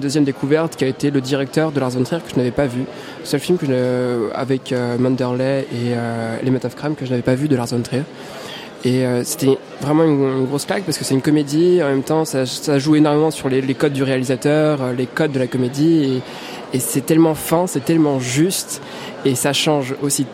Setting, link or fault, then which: setting, busy venue